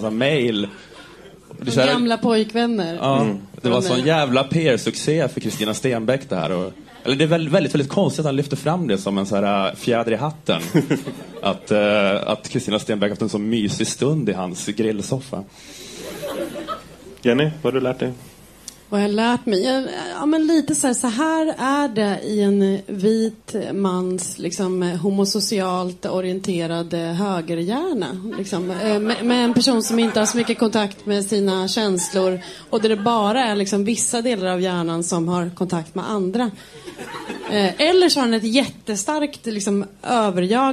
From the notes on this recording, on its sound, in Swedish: Flumskolan är en satirpodcast av Galago och Aftonbladet kultur som spelas in live inför publik på Mosebacke etablissemang i Stockholm.